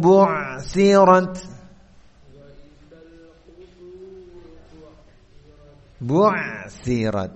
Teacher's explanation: huruf ain itu makhrajnya tengah tenggorokan, sifatnya adalah dari sisi suara bainiyah. Jadi suaranya itu mengalir, agak mengalir.